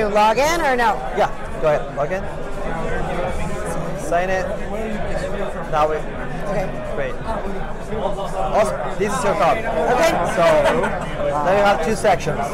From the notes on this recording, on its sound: In this episode, we take you Live from NFTNYC 2022. We hit the floor & chatted with a variety of projects & people.